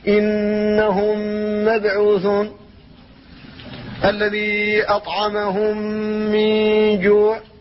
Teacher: إنهم مبعوثون، الذي أطعمهم من جوع، فهذا إدغام شفوي تدغم فيه الميم الأولى وهي الساكنة في الميم الثانية وهي المحركة